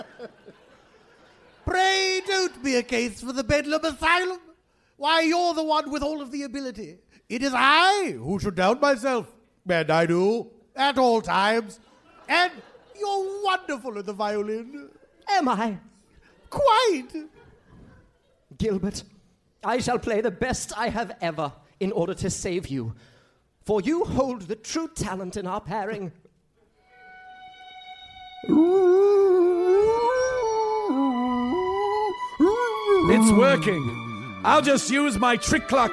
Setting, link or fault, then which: setting, live audience